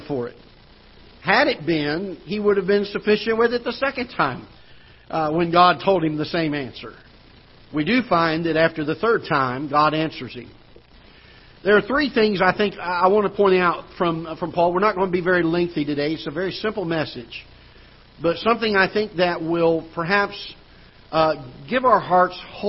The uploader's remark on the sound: Ketha Heights Baptist Church ~ Live Broadcast